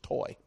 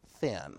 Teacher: So in this case, if present, if that dagesh is present, the tav would have a t sound, much like the English word toy. And you can hear how sharp that is, toy. If the dot is not present, then it would have a th sound, almost like the English word thin, thin.